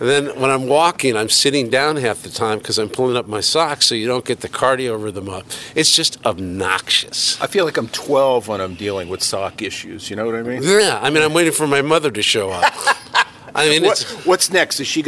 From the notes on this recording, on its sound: Takin A Walk in Milton Massachusetts